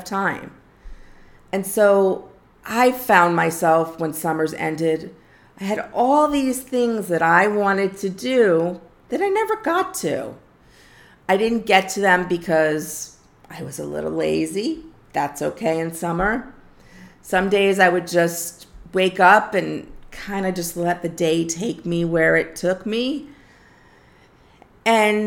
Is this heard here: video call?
no